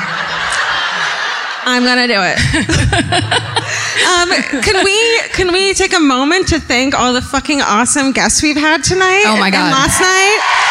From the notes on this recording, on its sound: Live at My Favorite Weekend in Santa Barbara. At the Arlington Theatre.